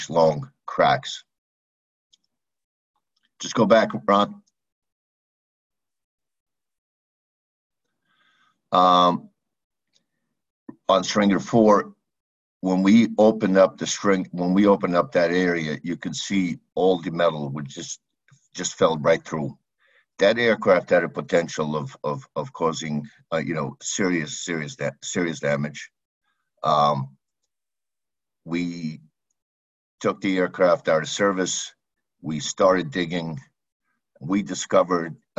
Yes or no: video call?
yes